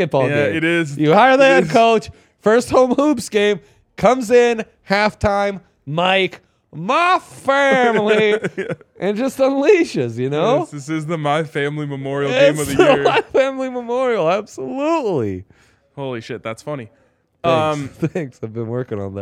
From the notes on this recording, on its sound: LIVE from the DNVR Bar.